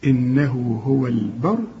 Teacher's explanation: إذا وقفت فخم واخد بالك الراء